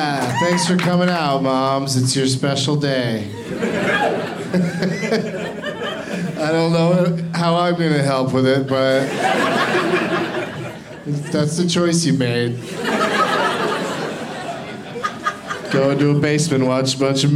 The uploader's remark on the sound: Live from Comedy Works in Denver